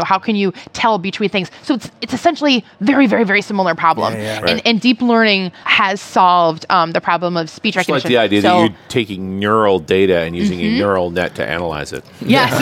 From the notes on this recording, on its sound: while at the NDC conference in Oslo